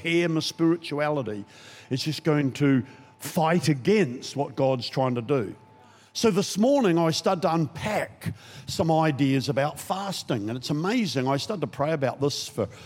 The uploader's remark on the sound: Recorded during our 5pm service on Sunday, the 25th of June 2023